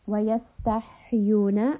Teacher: Wayastahyuna, ha is from the throat.